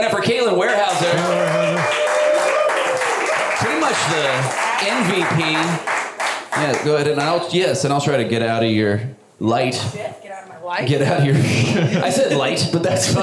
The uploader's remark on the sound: Live from Pacific Crest Comedy Fest! A few other topics thrown out from our live audience.